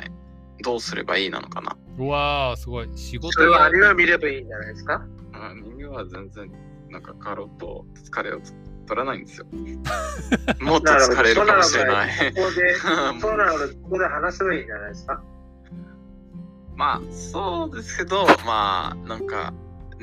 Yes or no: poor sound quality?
yes